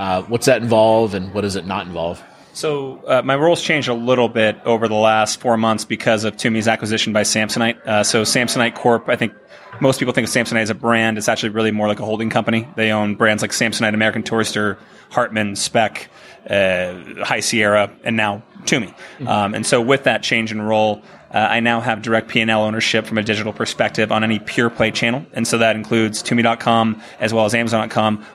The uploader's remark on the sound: recorded live from Shoptalk in Las Vegas